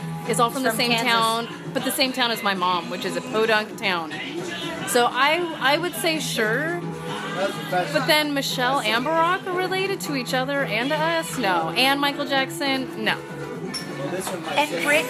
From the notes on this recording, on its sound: This week's Flash Back Friday is brought to you from a dive bar in the Tenderloin neighborhood of San Francisco, recorded in December of 2017. It represents the quintessential dive bar experience: good music, heavy pours of whiskey.